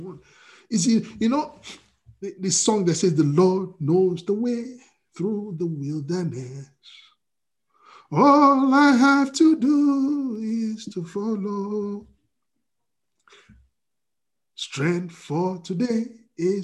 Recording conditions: video call